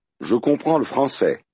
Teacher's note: noticing how the L sound gets tacked on to the word before.